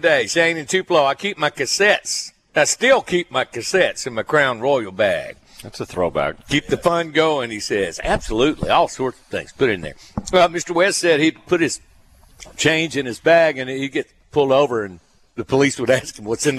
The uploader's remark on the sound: LIVE FROM TUPELO WINE AND SPIRITS